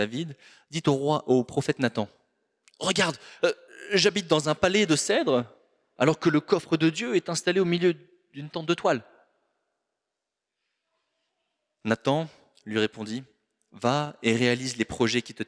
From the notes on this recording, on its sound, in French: Enregistré à l'église CVV, le 18/02/2024.